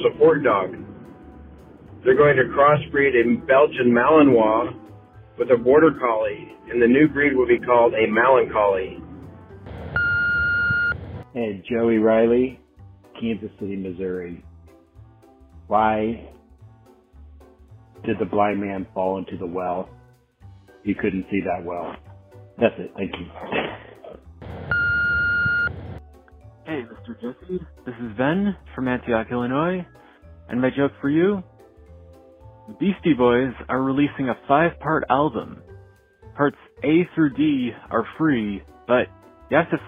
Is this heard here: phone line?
yes